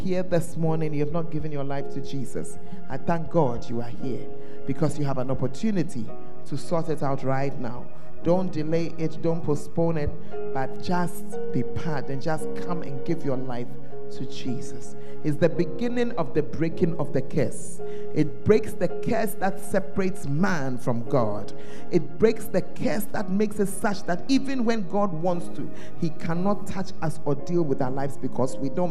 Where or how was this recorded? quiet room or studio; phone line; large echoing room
large echoing room